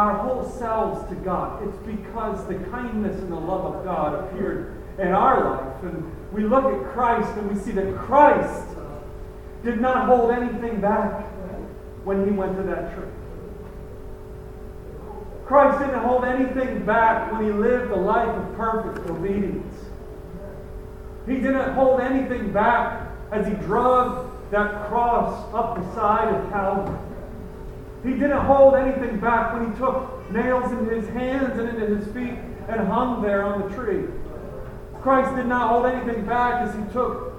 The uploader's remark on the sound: Apologies for the poor audio.